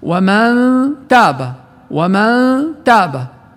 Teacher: أما إن كان حرف الإخفاء مرققا مثل التاء في ومن تاب فإن الغنة تخرج مرققة وتخرج من الخيشوم لكن الفم موضوع على مخرج التاء · Term: الإخفاء الحقيقي